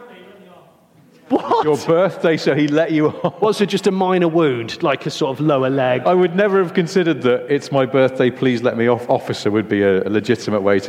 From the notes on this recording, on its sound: In their second London live recording